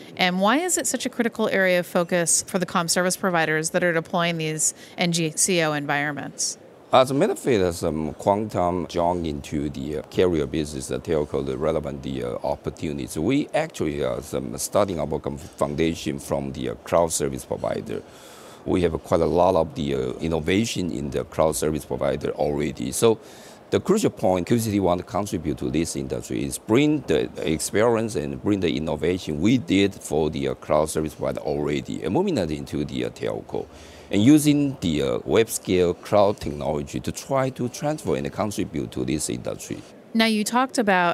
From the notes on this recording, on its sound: In this archive of a livecast from Mobile World Congress in Barcelona, Spain